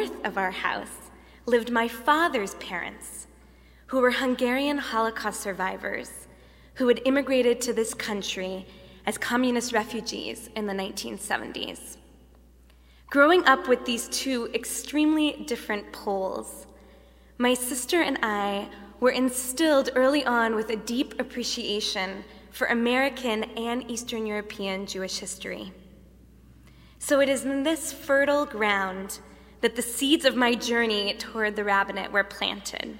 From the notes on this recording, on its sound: Delivered at The Late Shabbat at Temple Emanu-El on 7-8-2011